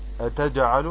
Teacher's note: اتجعلوا طبعا الهمزة همزة قطع تثبت بدءا وصلا. عندنا الجيم فيها قلقلة صغرى لانها ساكنة متوسطة